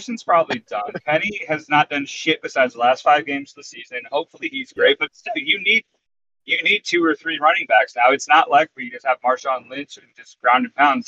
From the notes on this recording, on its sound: Drivin' and Podcastin'. Flying down I-5. Sits in his car parked in downtown Winslow on Bainbridge Island.